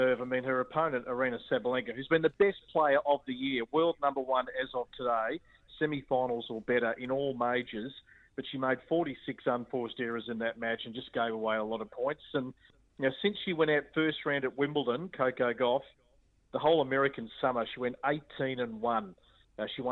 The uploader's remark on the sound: On the line live while the Men's US Open Final was happening.